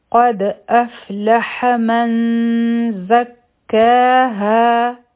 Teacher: دلته کې قاف او دال به یوځی شي قد په دال باندې قلقله ده اواز به واپس راشي